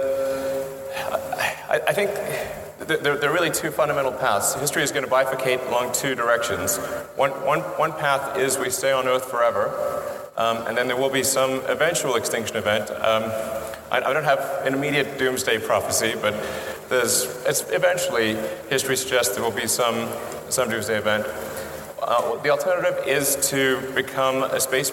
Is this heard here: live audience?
yes